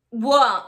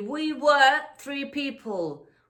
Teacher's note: Aunque en British la R no se pronuncia. Se hace ese sonido, la épsilon invertida, más largo y se obvia, se silencia la R. · IPA: /ɜː/